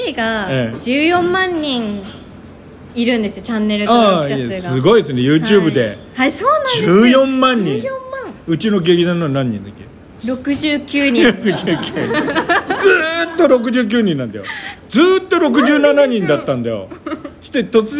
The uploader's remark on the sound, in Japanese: はじめての公開生収録